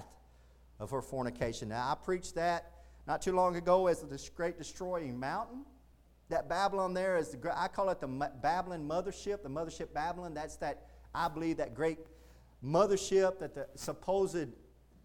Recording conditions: large echoing room